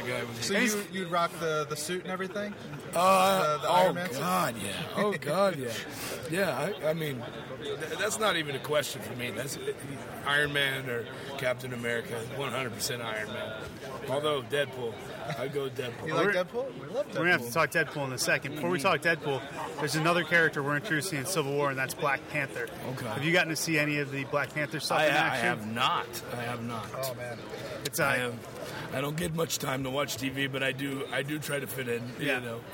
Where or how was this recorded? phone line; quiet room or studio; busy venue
busy venue